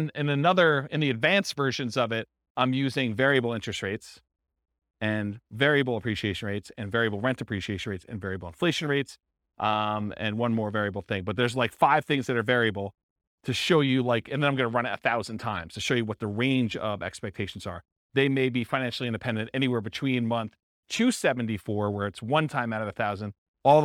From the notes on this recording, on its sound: This was a live class recorded